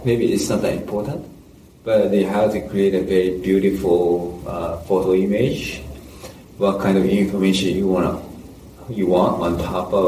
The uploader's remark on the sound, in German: "Damals" hatte ich noch ein schlechtes Mikrosetup. Die Tonqualität ist also überschaubar.